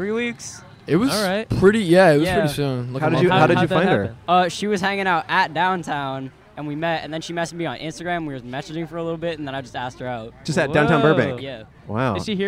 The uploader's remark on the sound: A special episode recorded outside of a popular trick-or-treating house on Halloween night! Guests include an older social media guru, some teens out on a wild hunt for candy, and tons of adorable kids.